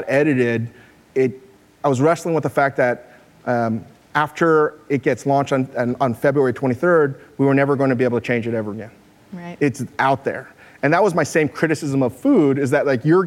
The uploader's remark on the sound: Live at Code 2018